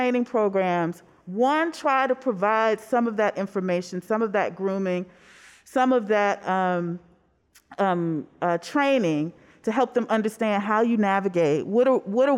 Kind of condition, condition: setting, busy venue